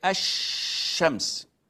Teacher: we delete the L and we merge it with the following letter with emphasis on it. So we do not say Al-Shams. · Term: Al-Shamsiyya